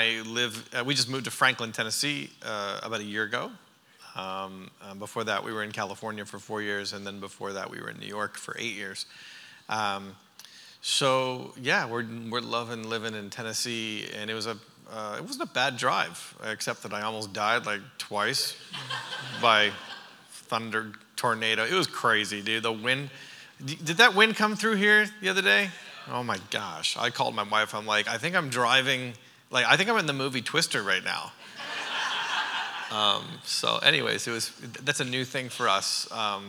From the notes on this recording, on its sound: during the Sunday morning service of the Church Conference